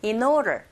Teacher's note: 앞에 in의 자음, 그리고 모음 O 연결해서 연음현상. In order, 이렇게 들릴 수도 있고요.